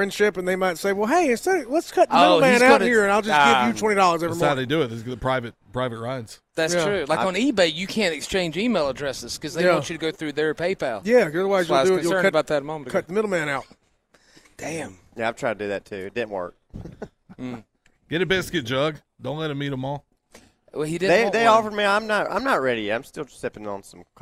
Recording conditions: busy venue